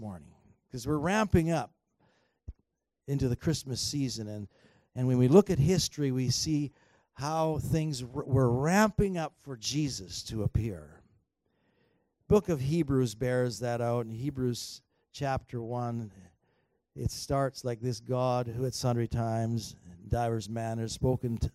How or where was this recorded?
large echoing room